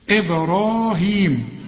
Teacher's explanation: وبعد الراء في ألف عشان تمد الراء حركتين